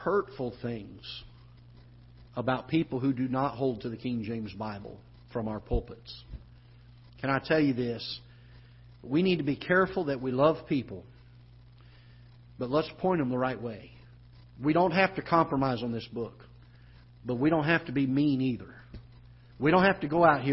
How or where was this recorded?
large echoing room